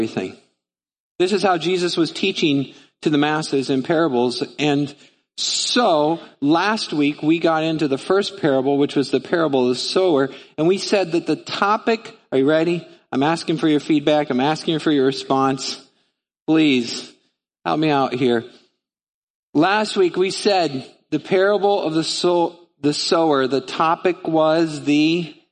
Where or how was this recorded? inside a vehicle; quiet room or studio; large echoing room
large echoing room